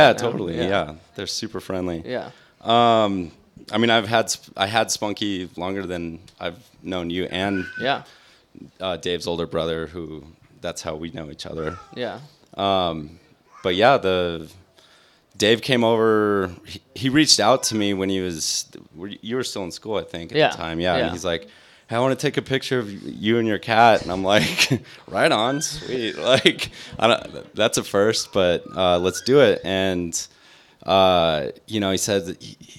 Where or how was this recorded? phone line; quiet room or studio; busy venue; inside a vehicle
busy venue